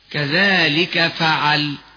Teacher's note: إذا وقفنا على كذلك أو على فعل فيكون بالسكون المجرد فقط ولا روم ولا إشمام فيه، ويكون بدون مد كما نطقنا هكذا كذلك فعل، وهكذا في جميع النظائر.